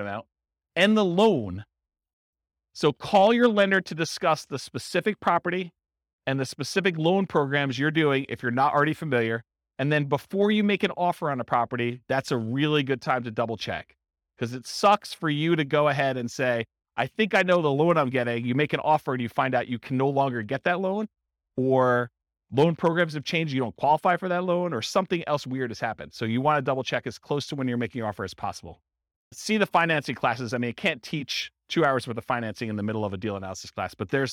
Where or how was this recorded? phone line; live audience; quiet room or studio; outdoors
live audience